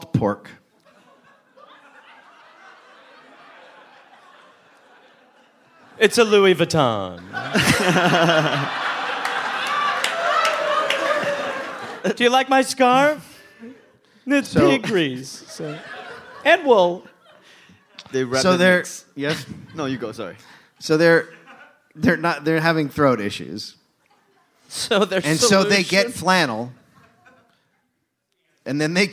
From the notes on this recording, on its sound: Record a live podcast in Brooklyn.